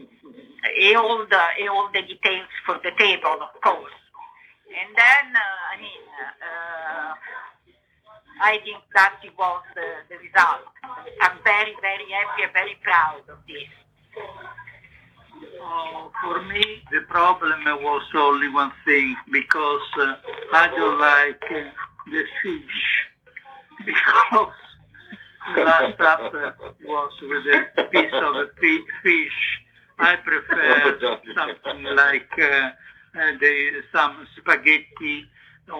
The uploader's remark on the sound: Phoned in directly from Rome earlier this week to chat about the film.